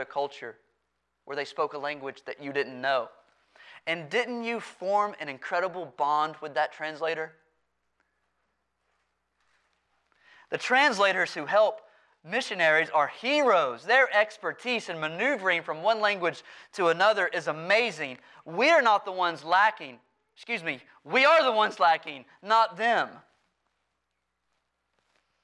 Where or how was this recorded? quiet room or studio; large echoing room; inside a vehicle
large echoing room